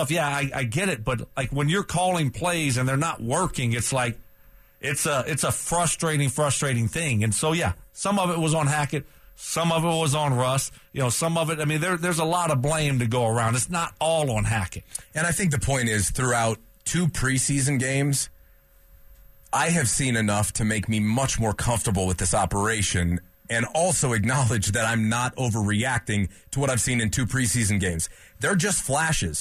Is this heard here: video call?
no